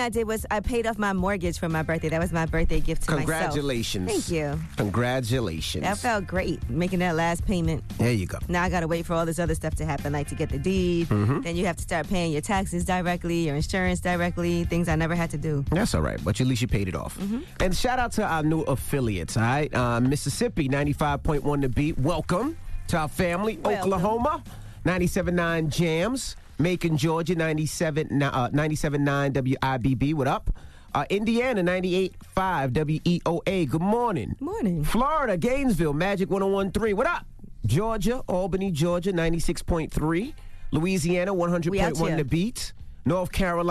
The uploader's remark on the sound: We opened up the phone lines. We let our callers get off their chest.